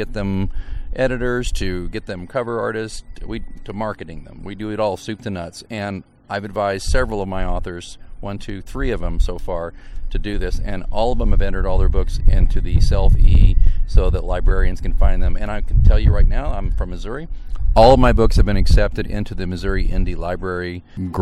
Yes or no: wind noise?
yes